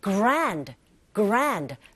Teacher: 은 사운드, 디 사운드 같이 붙어 있을 때 역시 디 사운드 미약하게 들리죠?